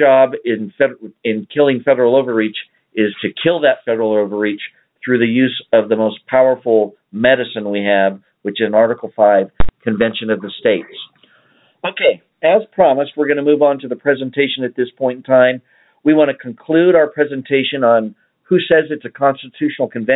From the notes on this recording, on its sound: Save some time for phone calls.